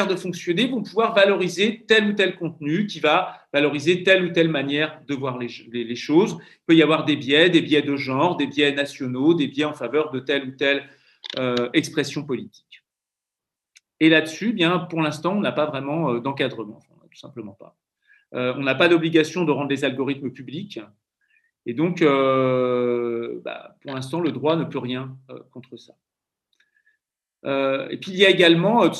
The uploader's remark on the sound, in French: Enregistré sur Zoom le 4 février 2021